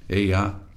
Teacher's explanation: The second syllable a half note higher in pitch than the first